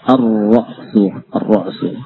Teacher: Ar-ra'su, tanpa membaca lam, ya, langsung ke ra'.